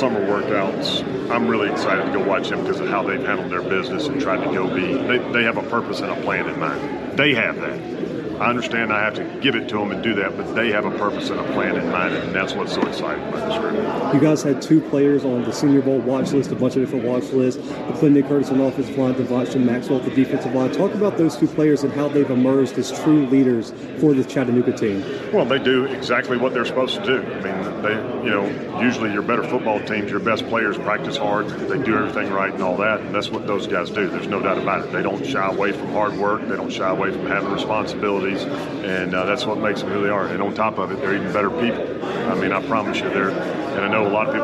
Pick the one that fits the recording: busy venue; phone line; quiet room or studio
busy venue